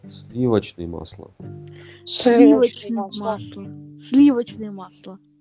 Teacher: поскольку у нас это определяемое определение, скажем слитно под одним ударением.